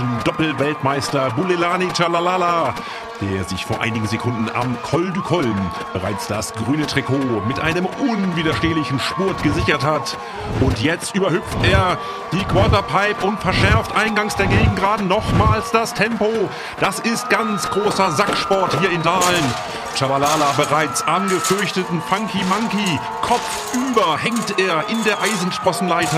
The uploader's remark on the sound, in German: berichtet LIVE und EXKLUSIV vom Senioren-WM-Finale in Dahlen, der Sackhüpfenhochburg.